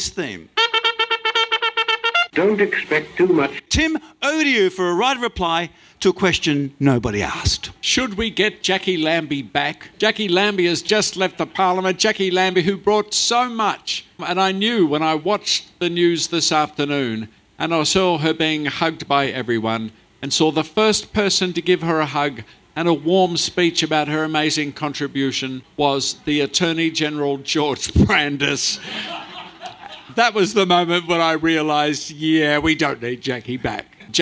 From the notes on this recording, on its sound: Act 2 of The Festival of Dumb Ideas. On stage at The Harold Park Hotel, on 14th November.